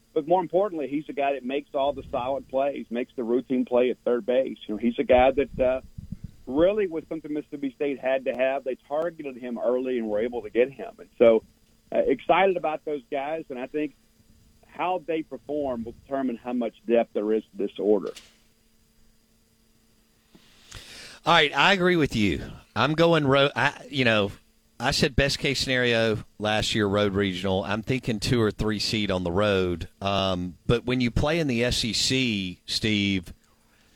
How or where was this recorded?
phone line